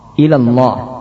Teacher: Berikutnya tidak mentasydidkan lam sehingga menjadi ilallah, artinya kepada Allah.